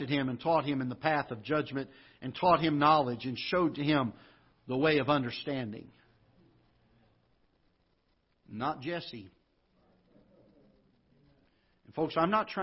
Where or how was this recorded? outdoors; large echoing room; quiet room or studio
large echoing room